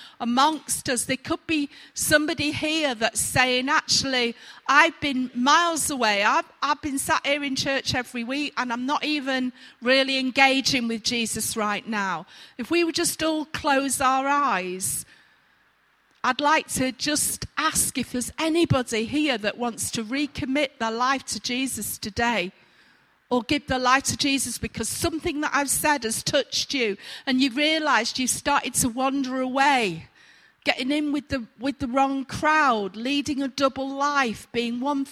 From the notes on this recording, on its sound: Recorded at freedomcentre church, Preston on Sunday 29th September 2019